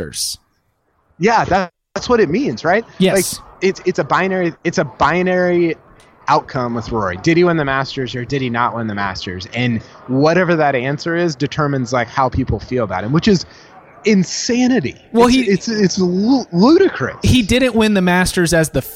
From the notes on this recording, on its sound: Live from the PGA Championship. Live from Bethpage Black.